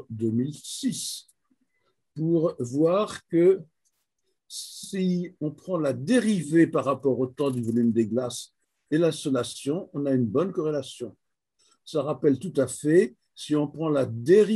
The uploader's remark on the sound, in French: Conférence en ligne.